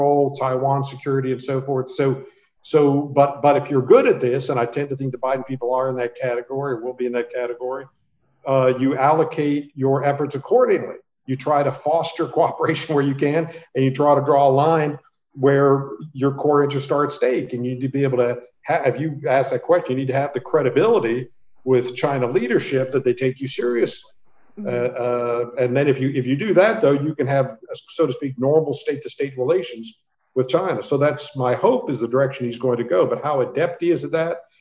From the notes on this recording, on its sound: A La Trobe Asia/Perth USAsia Centre event. Recorded live via zoom.